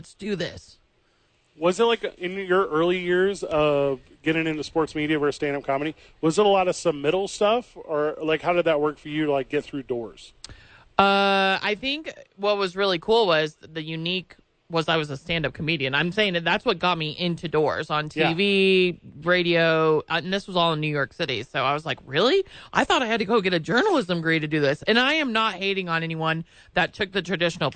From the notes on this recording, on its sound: live from The Albuquerque Duke Store